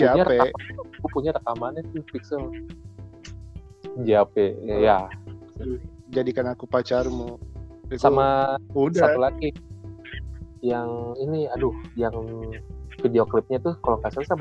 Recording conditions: drop-outs